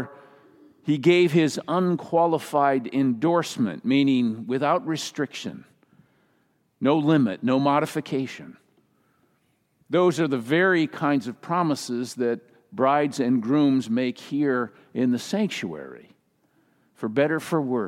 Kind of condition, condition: setting, large echoing room